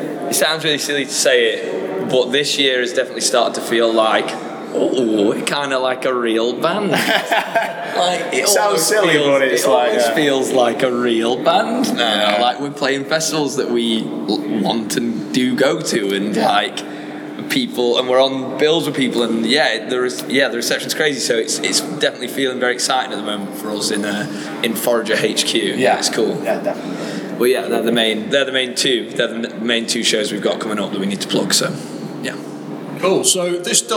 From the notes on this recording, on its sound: backstage at RADAR 2023 in Manchester